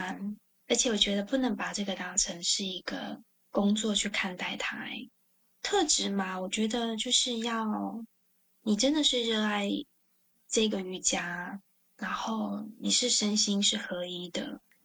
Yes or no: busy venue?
no